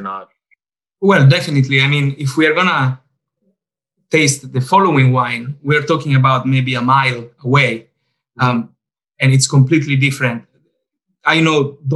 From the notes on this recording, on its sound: over Zoom